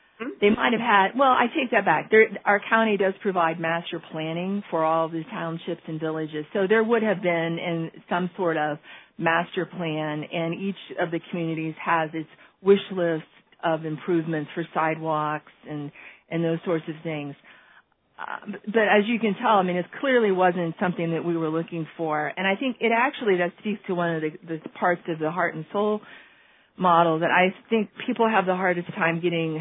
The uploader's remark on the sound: On this call. This FREE event was recorded.